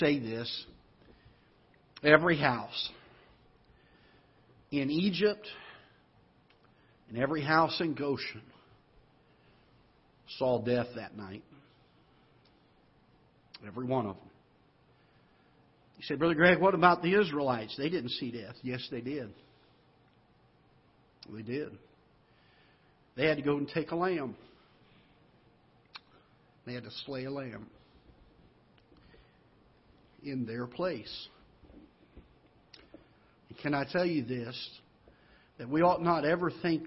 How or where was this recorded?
large echoing room